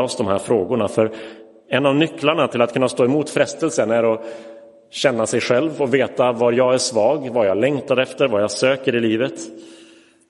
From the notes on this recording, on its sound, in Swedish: Inspelad i Roseniuskyrkan den 26 februari 2023.